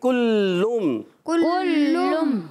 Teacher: نہیں ہے مگر لام کی حرکت میم سے ملائیں گے اور لام مشدد ہے ذرا رک کر بھی ادا کریں